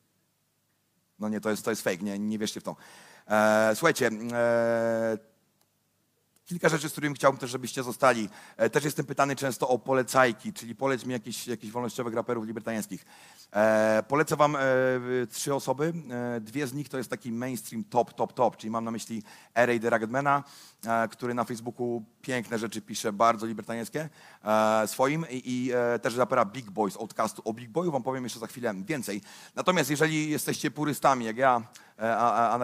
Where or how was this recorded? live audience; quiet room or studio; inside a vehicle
live audience